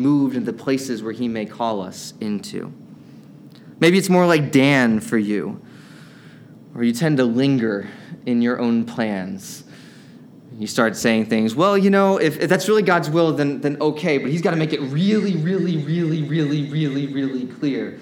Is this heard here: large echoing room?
yes